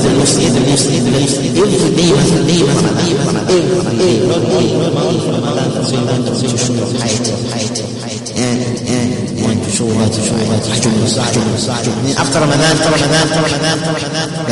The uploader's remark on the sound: Jumuah lecture at Masjidun Nasr